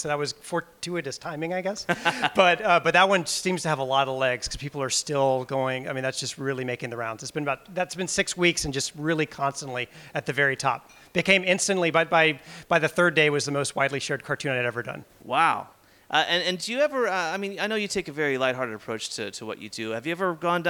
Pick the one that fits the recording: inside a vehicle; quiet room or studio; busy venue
busy venue